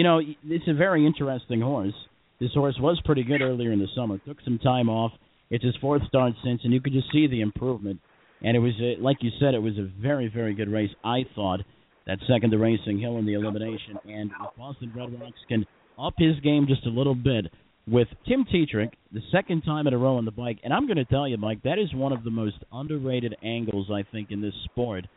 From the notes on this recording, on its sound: LIVE from Woodbine Racetrack in Ontario!